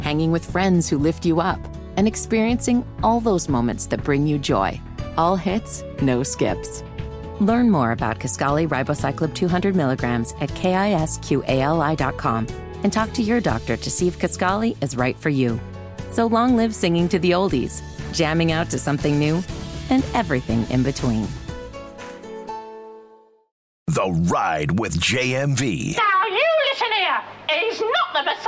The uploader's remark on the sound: Opens up the phone lines to answer questions. Taking some more calls and comments!